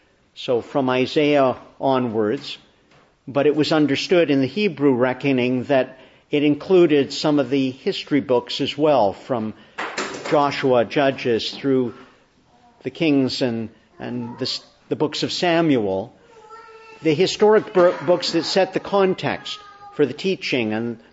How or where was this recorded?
large echoing room